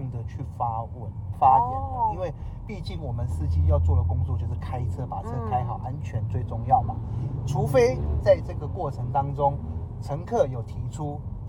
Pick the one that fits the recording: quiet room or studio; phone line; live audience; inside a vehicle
inside a vehicle